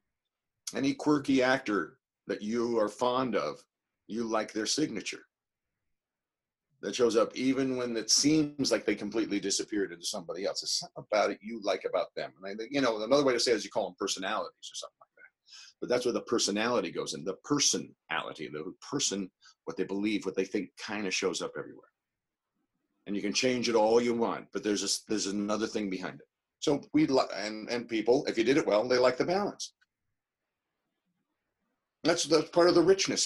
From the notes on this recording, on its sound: He dropped into the Zoom room